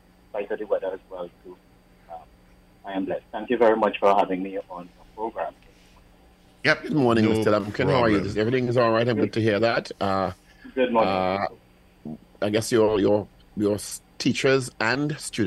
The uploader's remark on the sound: we take more calls from the audience